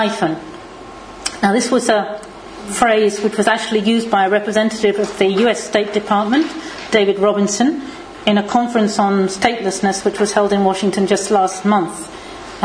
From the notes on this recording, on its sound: This podcast was recorded at the Refugee Studies Centre's seventh Wednesday Public Seminar of Michaelmas Term 2011